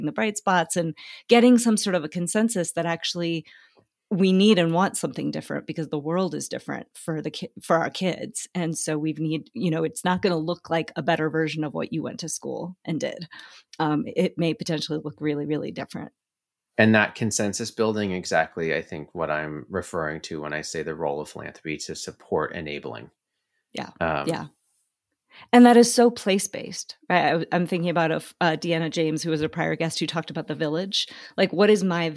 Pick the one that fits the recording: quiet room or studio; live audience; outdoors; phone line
quiet room or studio